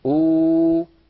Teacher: إذا وجد هذا الأمر في كلامهم، يعني العربي لا يقول أ، فإذا وجد هذا في كلامه أبدل الثانية الساكنة حرف مد مجانس لحركة الهمزة الأولى فتصير آ، والعربي لا يقول أ، فإن وجد ذلك في كلامه أبدل الهمزة الساكنة واوا مجانسة لضمة الهمزة الأولى فتصير أو. كذلك لا يقول العربي إ، فإن وجد ذلك في كلامه أبدل الهمزة الساكنة ياء مجانسة لكسرة الهمزة الأولى فيصير النطق إي.